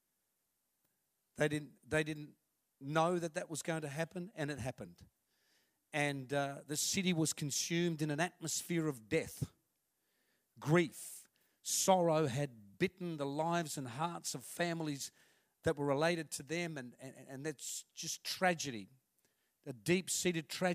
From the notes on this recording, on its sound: This message was recorded on 19/05/2019 at River Edge Church, the 11am gathering.